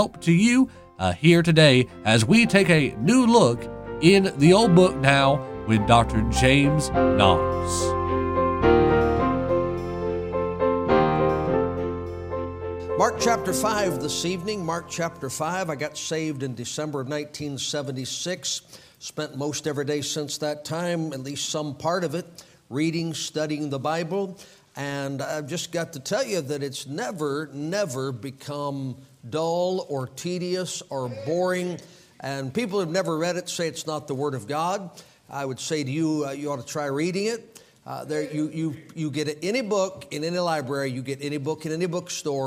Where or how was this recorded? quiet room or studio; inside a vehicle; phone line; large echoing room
large echoing room